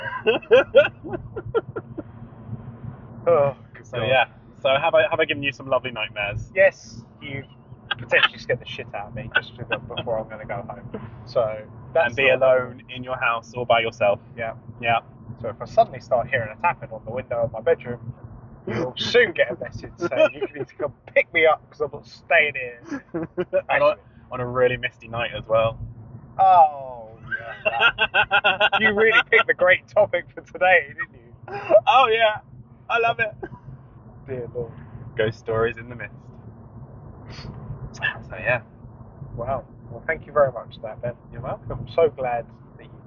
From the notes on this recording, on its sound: random conversations while driving